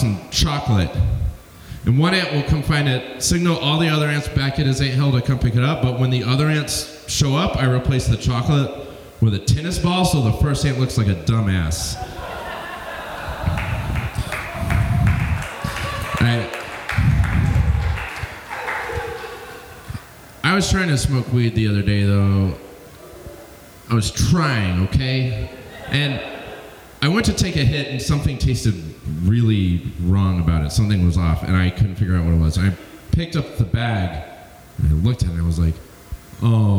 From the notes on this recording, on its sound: Located at The Co-Prosperity Sphere, a really cool space where the show is also recorded as a podcast for Lumpen Radio.